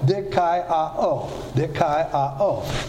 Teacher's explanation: These are a diphthong, A-I pronounced I, and then short O, A, and then long O, O.